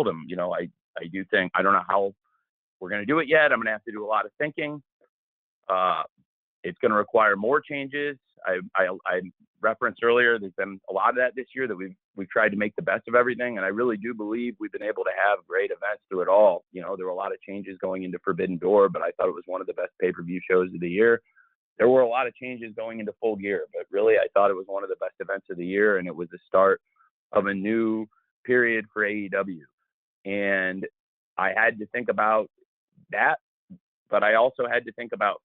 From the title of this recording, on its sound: ROH Final Battle Media Conference Call